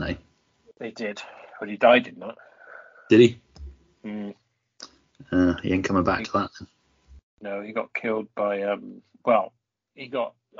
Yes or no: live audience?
no